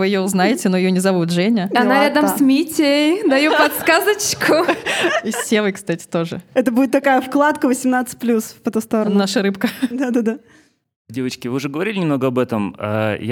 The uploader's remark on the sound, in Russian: У нас в ушах еще стоит шорох бумажных стаканчиков и ваш смех, как заготовка, звучащий именно там, где нужно, а сердце колотится от вида полного зала. Запись не способна передать всю любовь и тепло праздничного вечера, но часть их вы точно почувствуете.